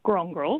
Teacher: Grongrol with the emphasis on the first syllable, and Gadigin, again, with the emphasis on the first syllable.